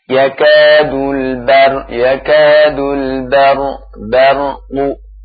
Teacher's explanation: Terlebih ra-nya juga ra mufakham karena sukun sebelumnya fathah.